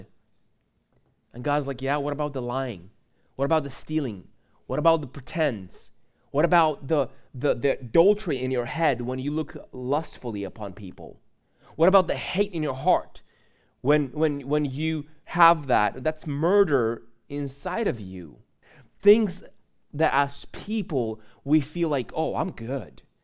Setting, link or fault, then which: setting, large echoing room